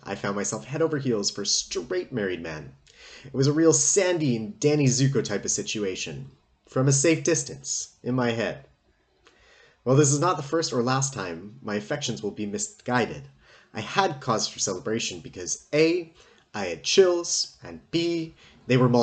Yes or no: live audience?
no